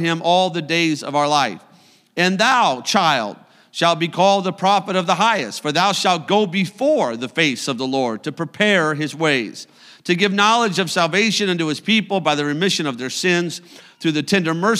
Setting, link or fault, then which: setting, large echoing room